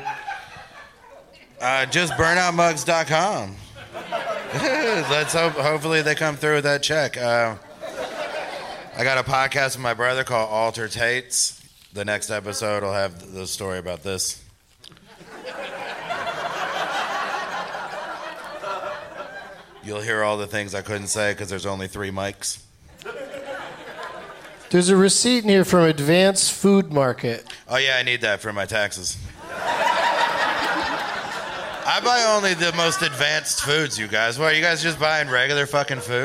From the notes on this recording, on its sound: Live from Largo at the Coronet in Los Angeles